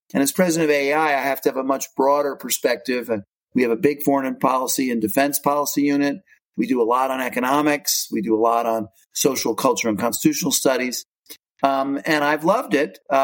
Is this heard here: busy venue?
no